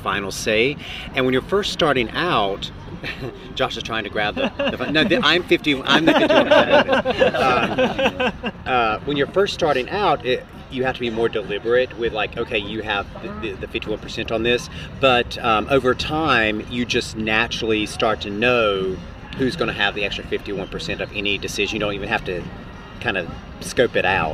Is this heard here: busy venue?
yes